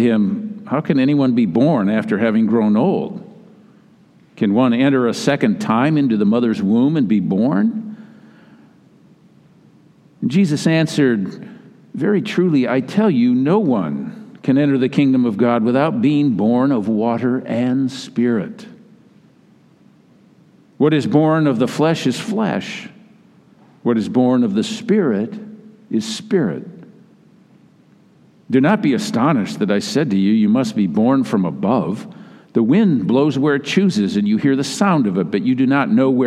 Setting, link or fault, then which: setting, large echoing room